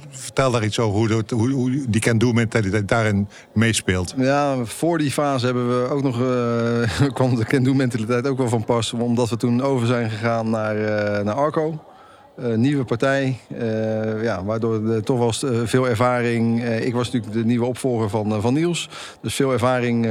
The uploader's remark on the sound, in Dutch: Sponsorringen Special vanuit de AFAS LIVE.